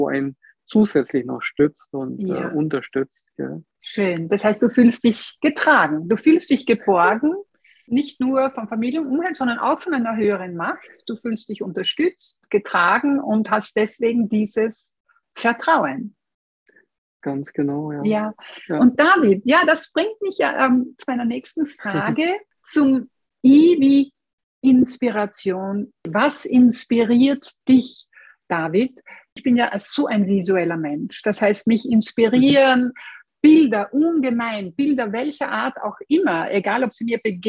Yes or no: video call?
yes